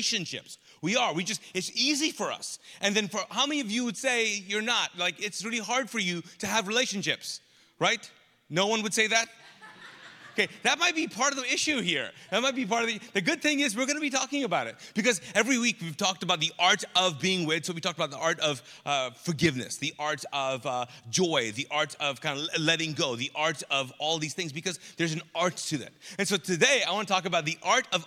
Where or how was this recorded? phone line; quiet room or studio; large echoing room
large echoing room